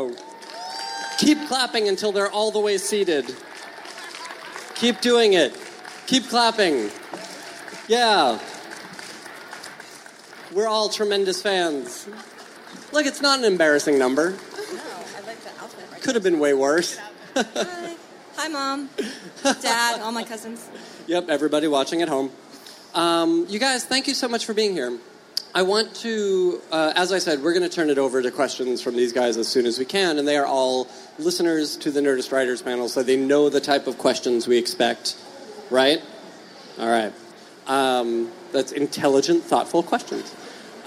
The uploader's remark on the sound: SXSW. Take questions from the audience.